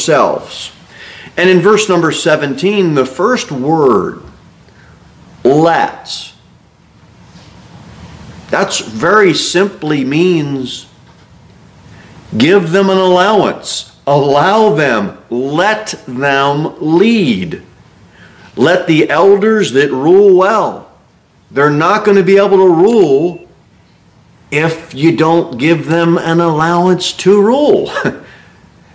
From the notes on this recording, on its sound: Sermon delivered at Pilgrim Baptist Church. A bible-believing, independent Baptist church.